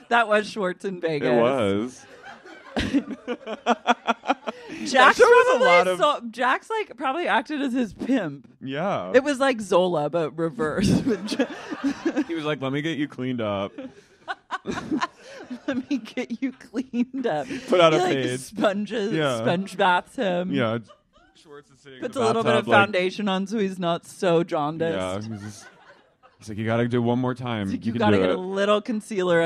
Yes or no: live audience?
yes